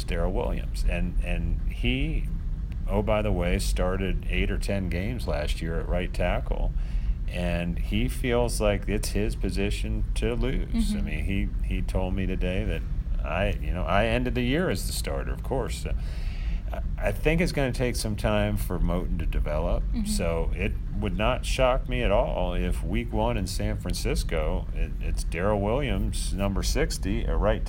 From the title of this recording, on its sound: Live from Carolina Panthers' minicamp